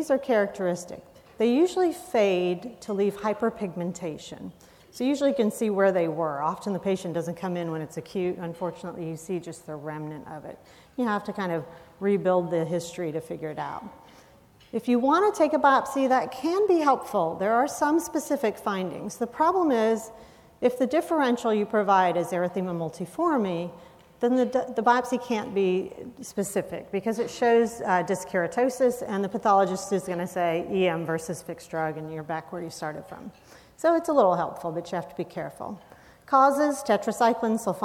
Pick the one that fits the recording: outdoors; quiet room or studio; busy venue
busy venue